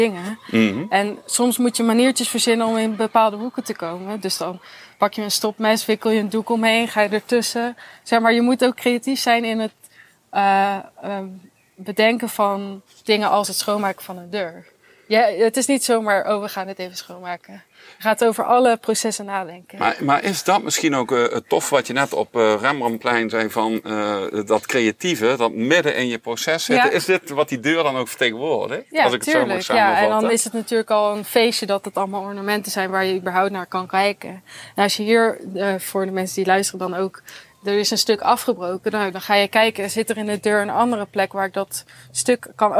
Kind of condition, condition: setting, outdoors